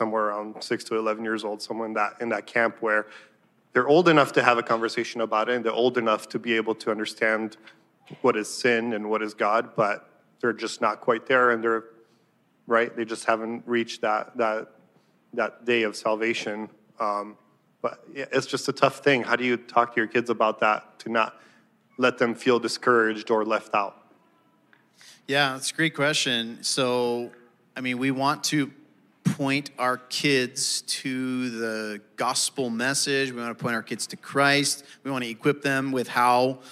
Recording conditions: live audience